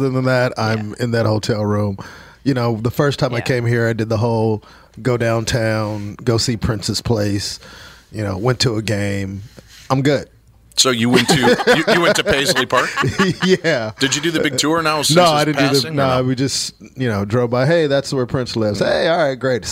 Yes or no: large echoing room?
no